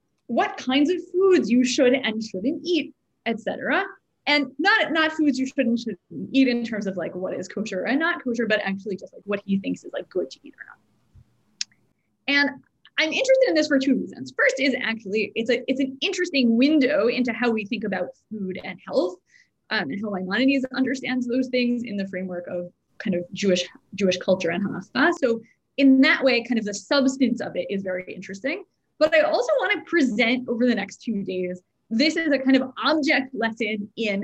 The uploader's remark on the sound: This audio was originally captured from Zoom.